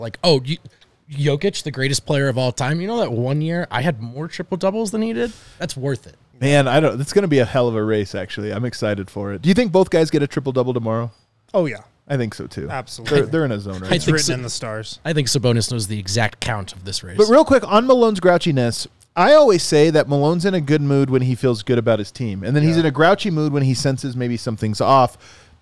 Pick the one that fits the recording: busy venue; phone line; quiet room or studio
busy venue